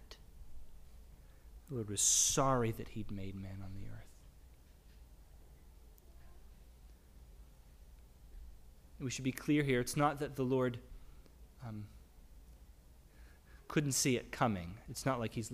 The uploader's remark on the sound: Sermonn audio from the LBC worship service on Sunday, June 5, 2022.